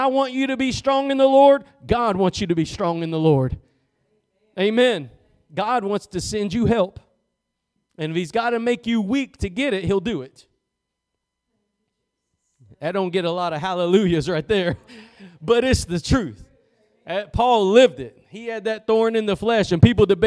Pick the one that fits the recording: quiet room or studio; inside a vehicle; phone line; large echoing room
large echoing room